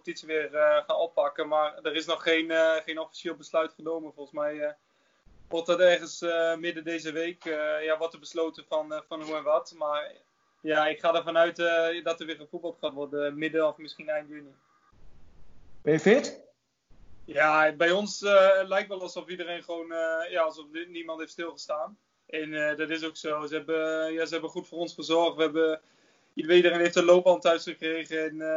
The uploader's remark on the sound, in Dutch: Deze aflevering van de Koffiecorner kun je luisteren naar een Skype-sessie